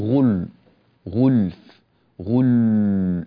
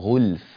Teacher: نضم الغين هكذا غو، ثم نعود بشفتين إلى حرف اللام، ولا تبقى الشفتان مضمومتان · Shown in: second take